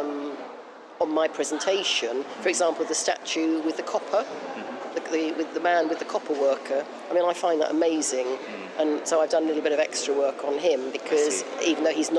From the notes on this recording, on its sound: As I’ve done this interview inside the museum, background noise is relatively loud. Peek into a free tour at British Museum.